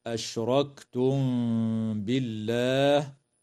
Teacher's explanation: بينما تخفى مع الغنة عند الباء في قوله تعالى: أشركتم بالله